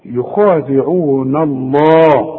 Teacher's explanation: لفظ الجلالة اللام دائما ما دام مفتوح مفخمة يخادعون الله شوف إنما اله دائما مرققة يخادعون الله خد بالك